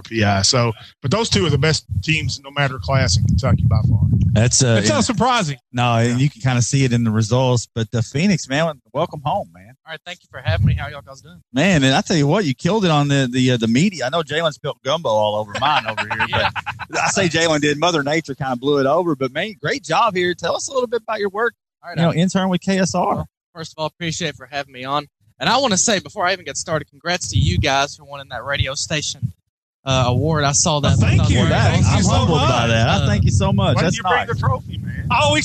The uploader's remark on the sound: Live at McLean County for a Tailgate Show courtesy of Whitaker County as McLean plays host to Webster County in the Kroger KSR Game of the Week.